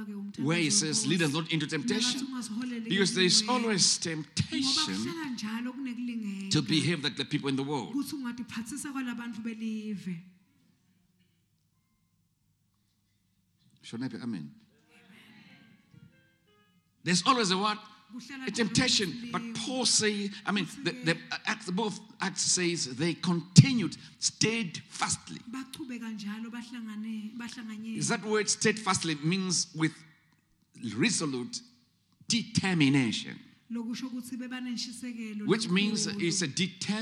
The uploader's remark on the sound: Recorded Live at the Apostolic Hub.